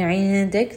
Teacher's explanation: And then عِنْدِكَ، this is going to be a ikhfa. So we are merging the noon into the letter dal.